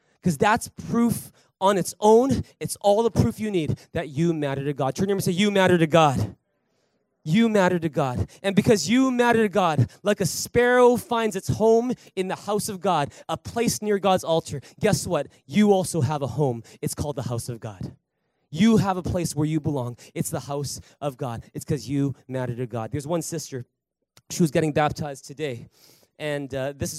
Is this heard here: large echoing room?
yes